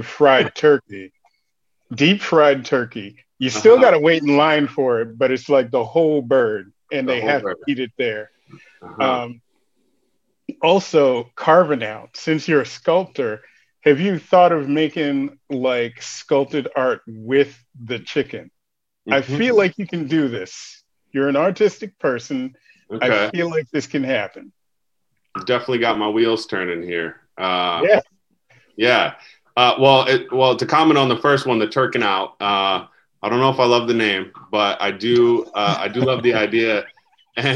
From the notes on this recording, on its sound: Recorded Live on Zoom on 11/16/2020